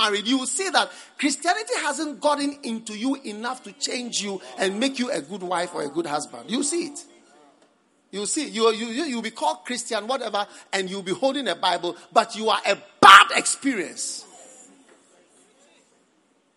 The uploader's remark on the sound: Preached at the Prophetic Encounter Service